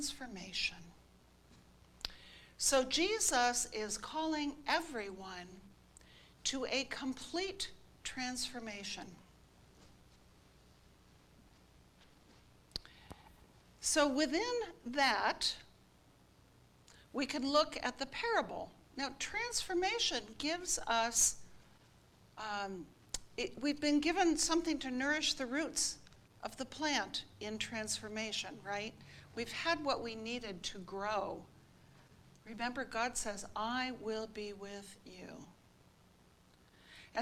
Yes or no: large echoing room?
yes